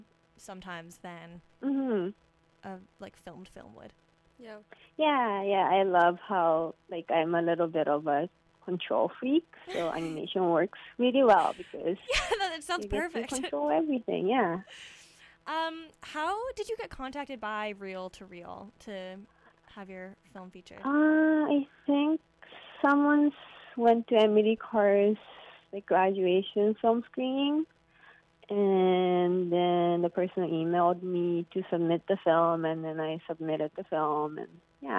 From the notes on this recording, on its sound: It's also the first time we have a phone interview with a director.